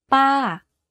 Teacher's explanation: You can hear from my voice that my pitch went up and then down very slightly. · Term: falling tone